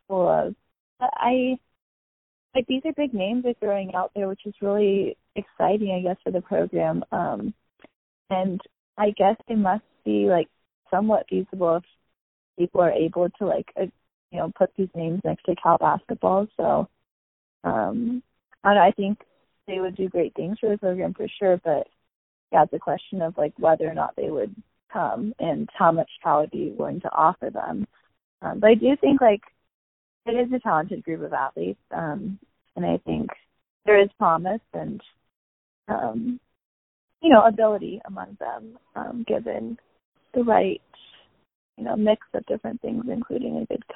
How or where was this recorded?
phone line